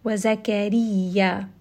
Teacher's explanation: ya is going to have a shadda, so we are going to make sure that we are pushing the tongue close to the roof of the mouth. We are not putting too much pressure because we don't want it to sound like a jeem, but we are going to give it a little bit of pressure to show that there is a shadda here on the ya.